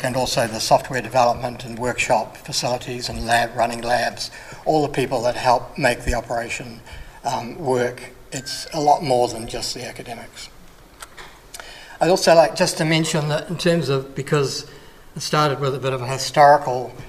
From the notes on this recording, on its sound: This presentation was recorded at the ABI Research Forum 2020.